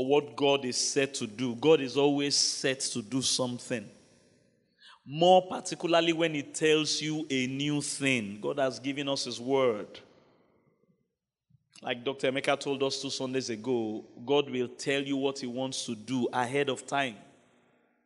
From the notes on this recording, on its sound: Wednesday Service. By Kingsword Ikeja.